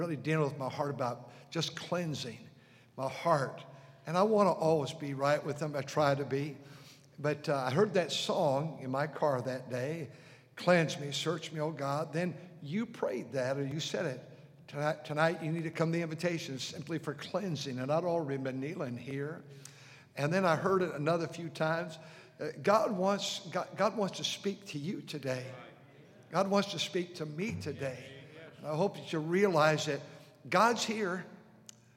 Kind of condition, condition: setting, large echoing room